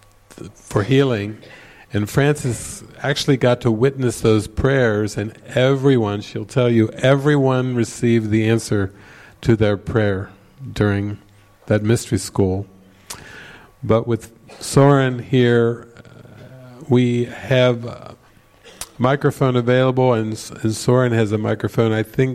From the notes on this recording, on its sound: This session was recorded during the Into the Kingdom retreat in the morning of October 13, 2019, at the Castle De Berckt in Holland.